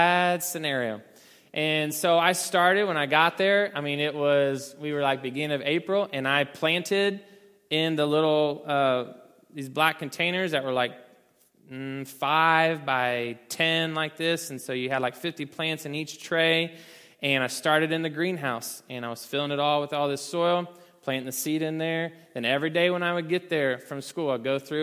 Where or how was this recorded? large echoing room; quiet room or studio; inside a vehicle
large echoing room